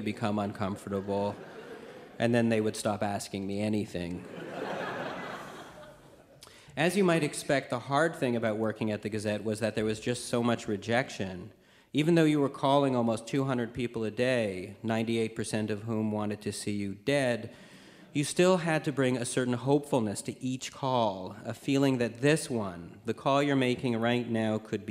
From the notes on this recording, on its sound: Live from the Winnipeg Comedy Festival.